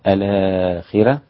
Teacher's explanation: النقل لورش والمد مع ترقيق الراء